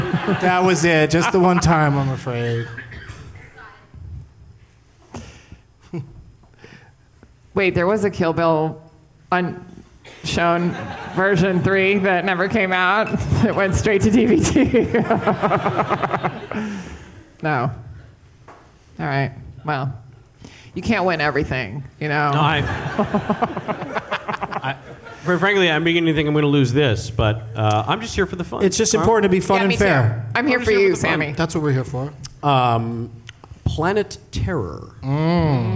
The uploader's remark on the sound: Live from the San Jose Improv